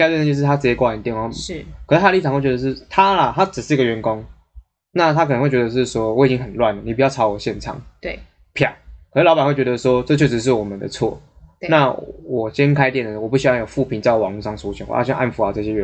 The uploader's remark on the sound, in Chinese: 因為第一集又在外地錄音內容有點粗糙。